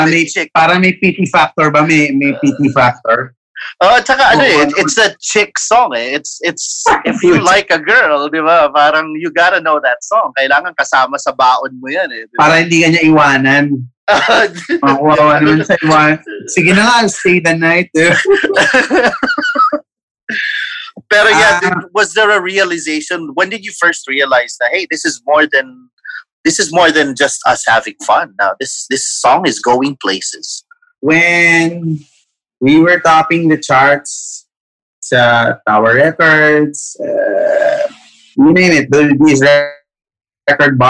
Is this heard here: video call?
yes